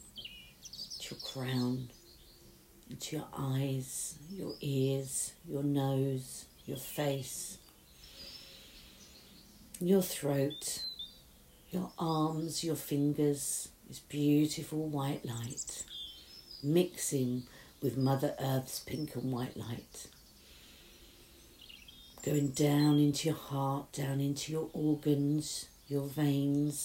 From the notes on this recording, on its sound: with the noise of the birds in the garden as background